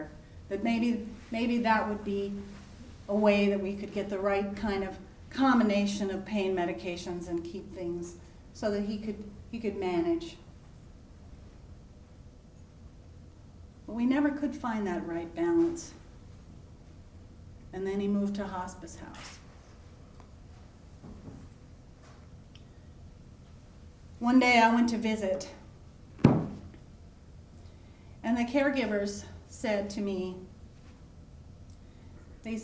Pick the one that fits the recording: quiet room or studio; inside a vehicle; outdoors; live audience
live audience